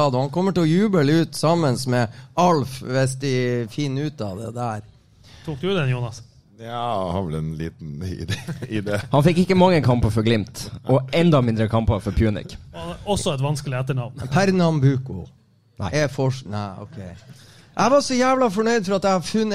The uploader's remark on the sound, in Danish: Live fra Sportsbaren. Ny livepod fra Sportsbaren.